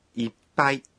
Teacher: いっぱい có chứa âm ngắt. Khi phát âm thì phải nhịn thở một nhịp. Khi viết bằng chữ hiragana, dùng chữ tsu viết nhỏ để chỉ một âm ngắt.